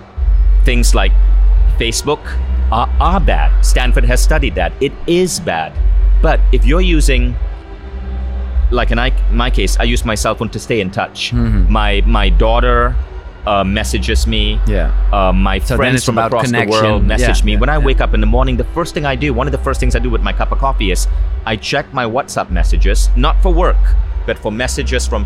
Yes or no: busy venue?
yes